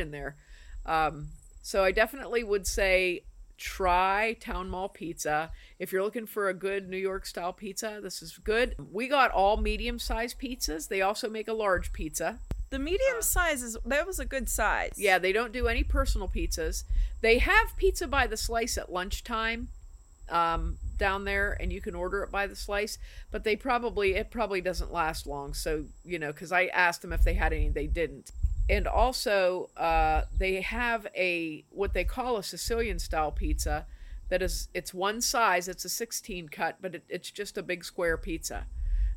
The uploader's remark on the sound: apologies for the background noise, we recorded on the porch